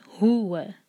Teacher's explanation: ہا کا جو دمہ ہے وہ واضح ہو، سکون کی طرح آواز نہ آئے. ہوا نہیں کہیں گے، ہو. · Term: ہا کا دمہ